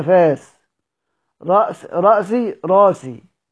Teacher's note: احنا المصريين مش بننطق همزات خالص، كل قراءتنا كل كلامنا بتسهيل همزات. يعني الفأس بنقول عليها فاس، رأس رأسي راسي، تمام كده.